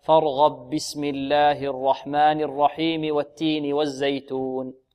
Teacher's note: في الباء من البسملة، لأن الإمام قالون يبسمل بين السورتين، يبسمل بين السورتين، فأدغمت الباء من كلمة فارغب في الباء من البسملة